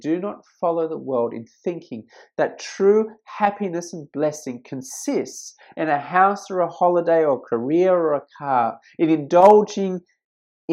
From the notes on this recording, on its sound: This sermon was preached at St George's Church, Penang on 14th October 2020.